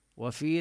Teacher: نمد الياء كما نمد المد المنفصل الجائز برواية حفص، هنا من طريق الشاطبية نمدها 4 حركات.